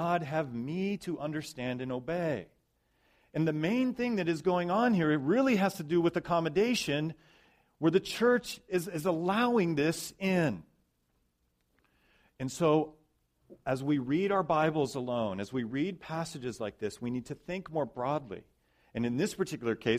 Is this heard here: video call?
no